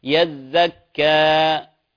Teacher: حاول ألا تظهر هاء في آخر الكلمة يزكى